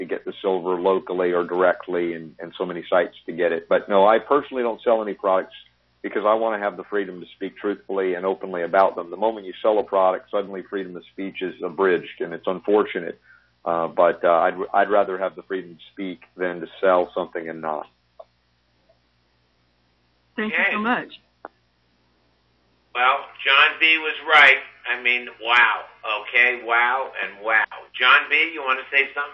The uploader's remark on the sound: Live call-in show aired on May 29, 2018.